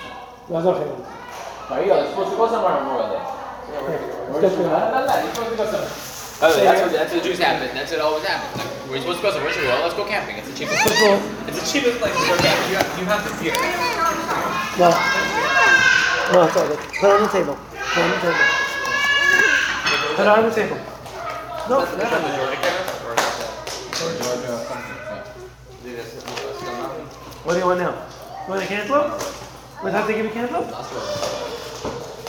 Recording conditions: live audience